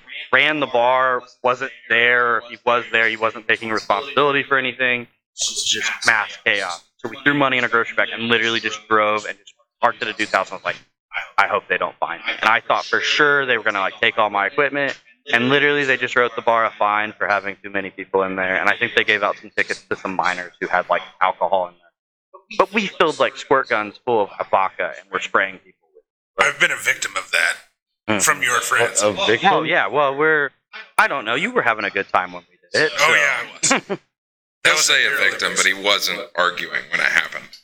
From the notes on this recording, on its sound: We just switched to a new mixer and understand there is an echo that was unable to be removed in post.